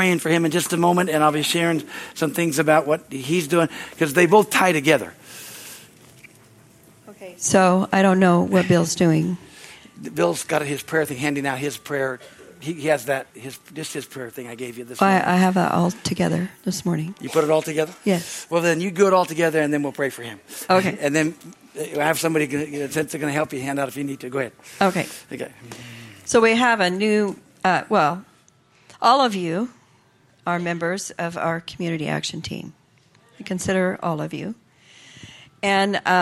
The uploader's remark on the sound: from the Sunday service on April 30, 2023 at Harvest Bible Church in Stockton, CA.